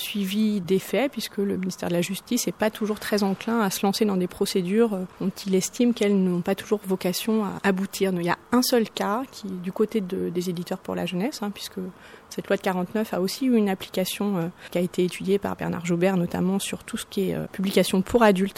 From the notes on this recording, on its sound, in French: Une exposition à la BnF. Visite commentée (partie 1).